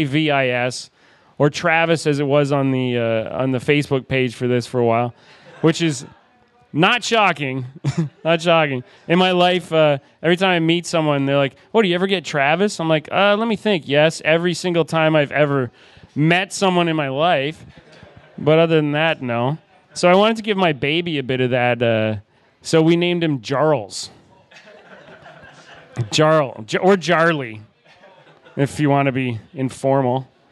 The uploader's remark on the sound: Live from Backdrop. We recorded live with two guests. Special thanks to Poppa Bean Coffee and Backdrop Restaurant for the awesome coffee and for hosting the live show!